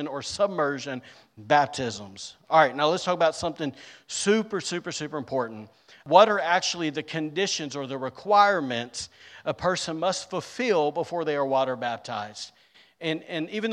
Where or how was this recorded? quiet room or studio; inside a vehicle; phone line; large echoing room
large echoing room